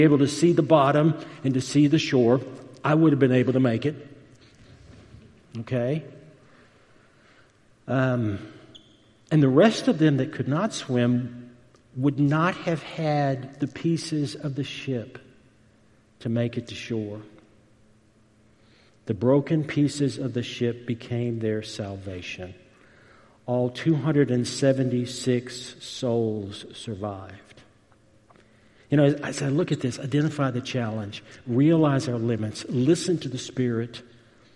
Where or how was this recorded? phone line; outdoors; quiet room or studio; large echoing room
large echoing room